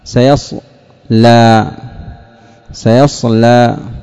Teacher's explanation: لأن الصاد لما جاء فيها الاستعلاء غلظ بعضهم اللام، سيصلى، تغليظ اللام ليست قراءة حفص التي نقرأ بها.